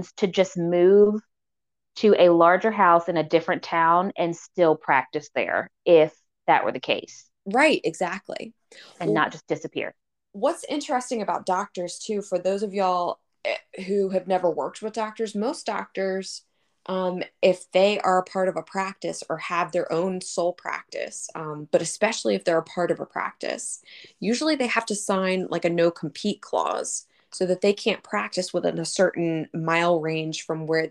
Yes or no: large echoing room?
no